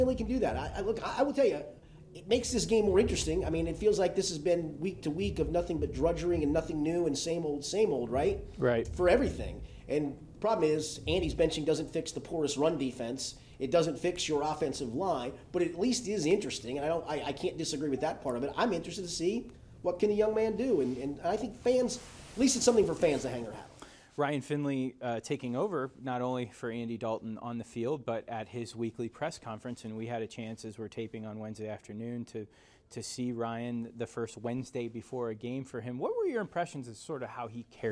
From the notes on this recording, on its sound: inside the locker room at Paul Brown Stadium